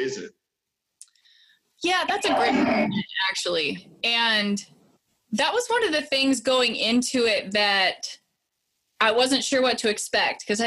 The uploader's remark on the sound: On this virtual Facebook LIVE episode